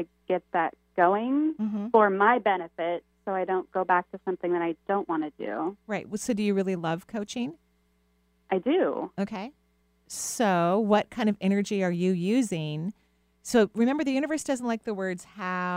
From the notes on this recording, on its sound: Enjoy this call in show.